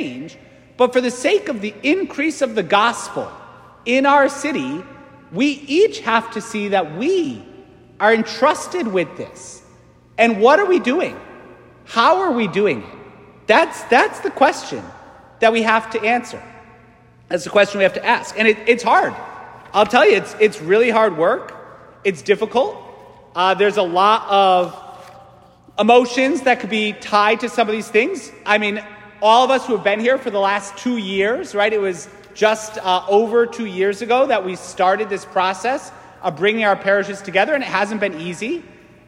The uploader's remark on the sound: St Francis Catholic parish homily